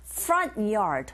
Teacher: 은 사운드, 트 사운드 맞물려 있는 경우에 트 사운드 약하게 들리게 되죠.